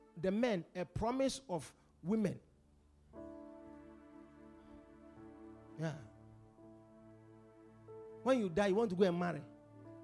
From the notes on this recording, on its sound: Preached at The Supernatural Encounter Service.